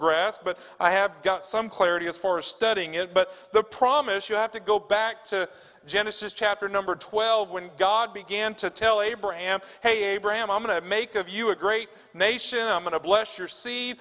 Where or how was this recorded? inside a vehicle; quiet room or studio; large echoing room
large echoing room